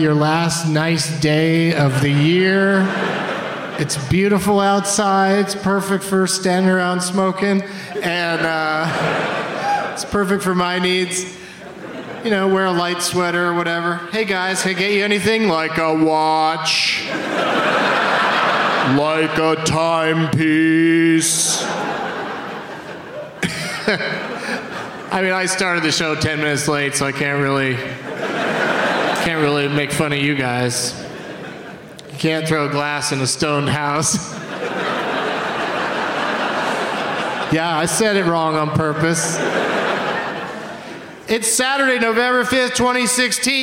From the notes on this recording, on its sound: Live from The Woman's Club of Minneapolis